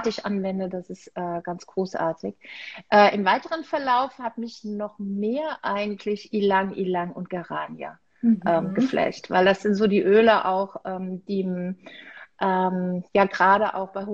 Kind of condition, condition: link, video call